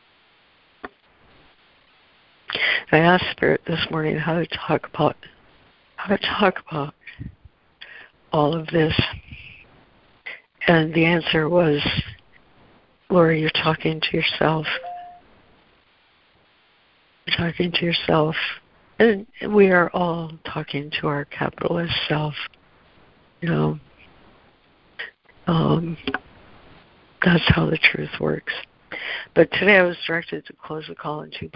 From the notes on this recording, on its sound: ACIM Daily Conference Call.